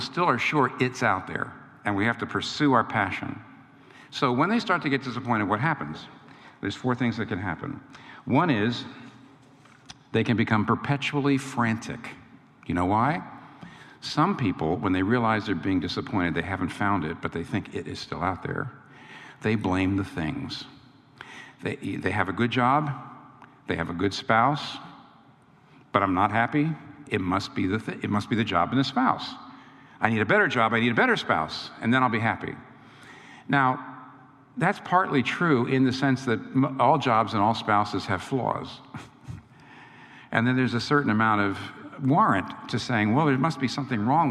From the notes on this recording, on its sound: This talk was recorded before a live audience on March 21, 2019 in New York City.